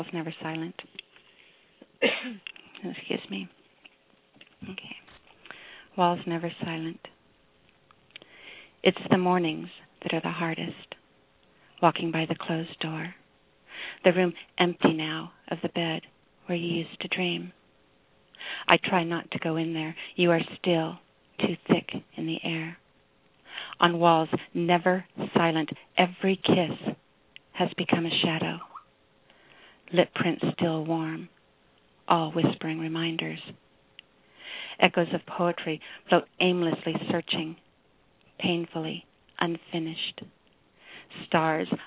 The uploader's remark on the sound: Featured callers from Philadelphia, PA, Sonoma, CA, Ashland Virginia, Laguna Niguel, CA, Binghamton, NY and the great Pacific Northwest.